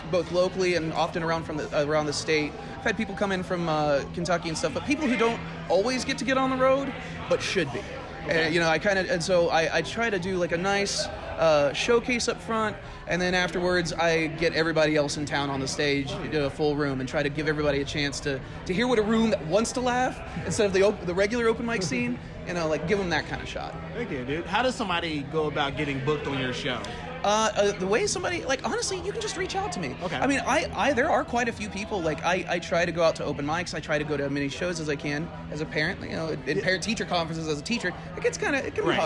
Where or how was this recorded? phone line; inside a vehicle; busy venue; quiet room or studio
busy venue